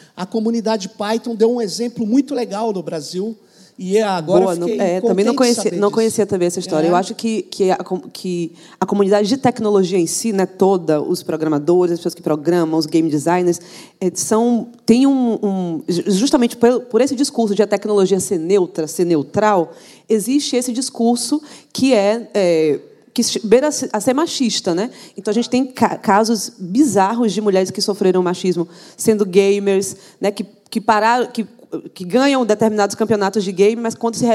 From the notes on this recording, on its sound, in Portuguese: Esse foi o primeiro Tecnopolítica gravado fora de São Paulo, no Rio de Janeiro, durante o evento ColaborAmerica 2019, e com plateia.